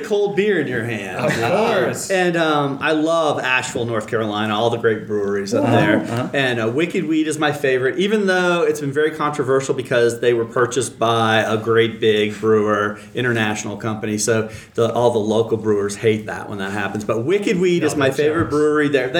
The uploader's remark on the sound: Live from #HMPS18